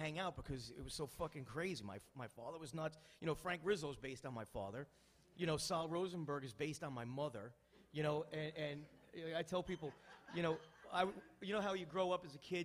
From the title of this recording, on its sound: Live Q&A from Gotham Comedy Club